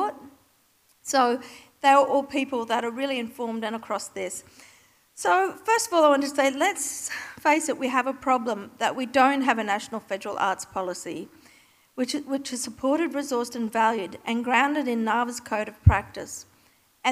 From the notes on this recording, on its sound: Keynote recorded live at Australian Cultural Policy: The Next Decade, presented by Monash University’s Masters of Cultural & Creative Industries and NAVA at the State Library of Victoria on 8 April 2019.